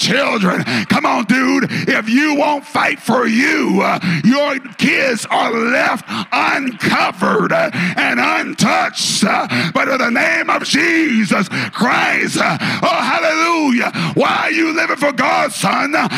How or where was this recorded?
large echoing room